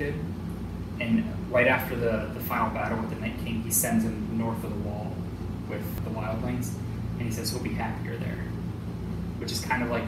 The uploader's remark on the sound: We apologize for the audio issues this week.